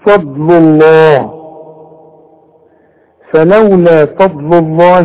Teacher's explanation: لفظ الجلالة بنفخمه ما دام الحرف اللي قبل لفظ الجلالة مضموم · Term: المفخمة